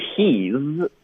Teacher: 我们就把结尾的 z 音轻化